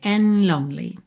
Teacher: O dedo and é que a gente não ouve mesmo, sad and lonely, você já tá com a língua no céu da boca pro N, N, e já sai dali pro L